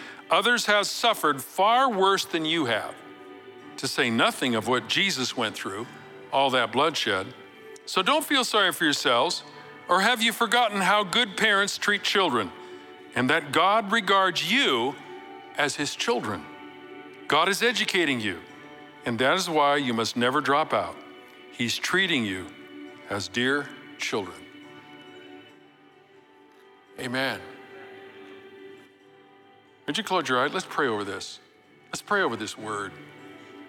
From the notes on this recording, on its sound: Recorded live at Capital Church in Meridian, Idaho